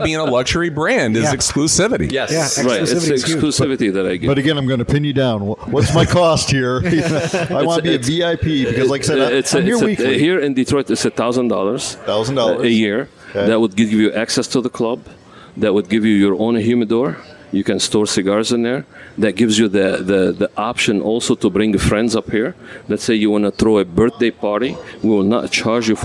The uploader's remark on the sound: We broadcast live at La Casa